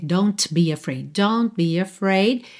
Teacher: Aqui você não vai ouvir esse T de don't, tá? Não precisa se esforçar para fazê-lo aparecer.